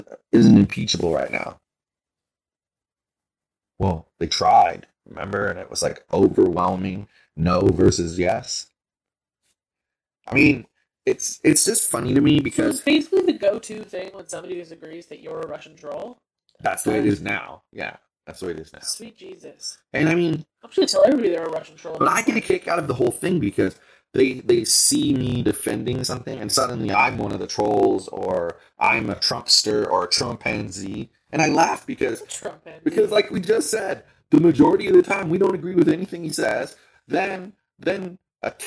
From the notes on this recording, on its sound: WARNING: The audio in this podcast has a slight click when we speak. We did our best to filter this out and it is much better than the raw audio. We apologize in advance for the poor sound on this episode.